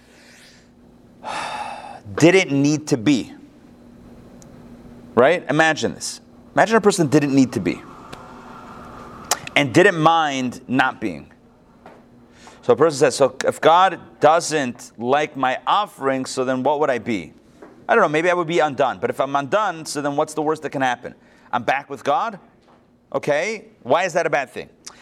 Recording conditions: live audience